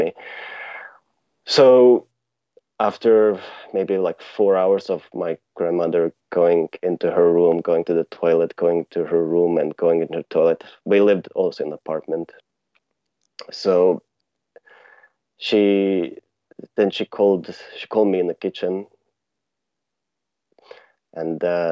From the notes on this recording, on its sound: Freedomain Call.